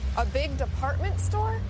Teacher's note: raising her voice at the end of a sentence to make sure she understood about the department store